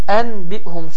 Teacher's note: Əgər sukunlu nun və ya tənvinlərin hər biri, istər ən, istər in, istərsə də un, B hərfinə rast gələrsə, bu zaman iqləb baş verər. Yəni, n səsi mim səsi ilə əvəz olunur